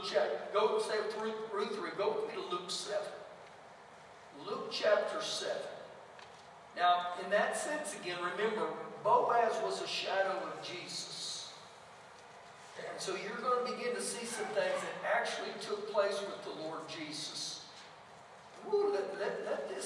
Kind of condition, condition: setting, large echoing room